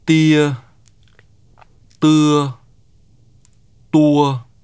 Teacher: the second vowel is pronounced as a neutralized mid-central vowel between and a. · Term: diphthongs